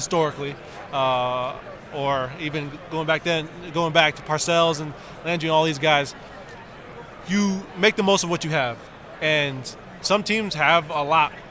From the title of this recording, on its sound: From Radio Row